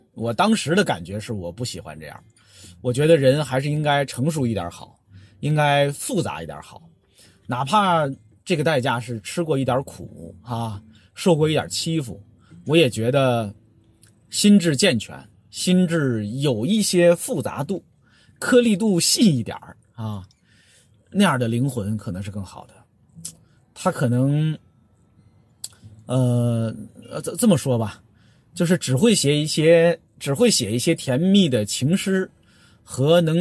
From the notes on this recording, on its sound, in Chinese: 本期「红灯区」节目还是在车内、在满是红灯的拥堵道路上录制。一刀未剪，一句没落。